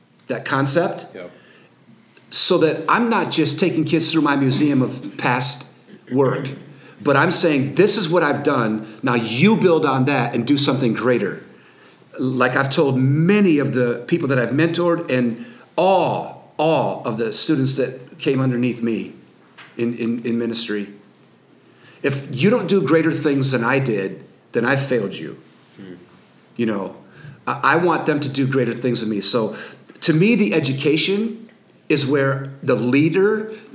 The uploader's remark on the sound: Q And A Live Audience. A live podcast with a studio audience of over 100 YH Leaders in Missouri.